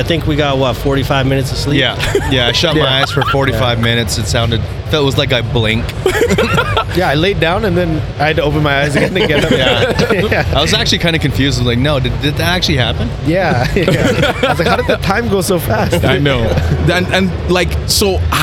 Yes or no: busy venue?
yes